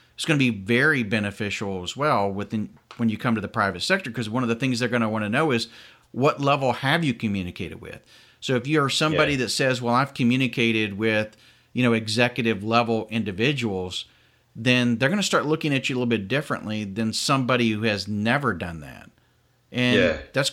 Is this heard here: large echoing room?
no